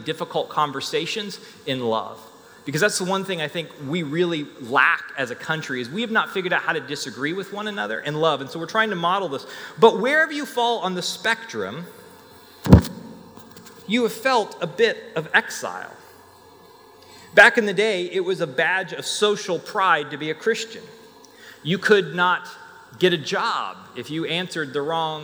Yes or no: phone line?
no